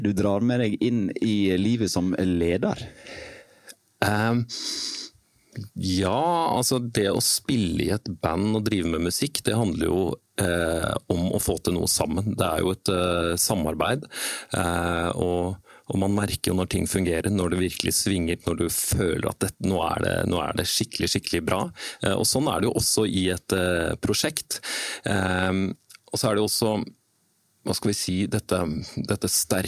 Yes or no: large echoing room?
no